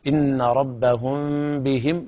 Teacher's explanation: إخفاء الميم عند الباء إخفاء شفهيا